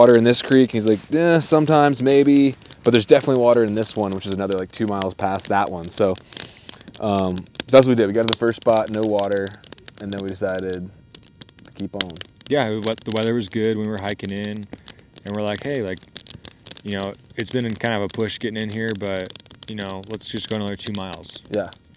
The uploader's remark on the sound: This one was recorded live on the mountain next to a roaring campfire on the last night before we packed out.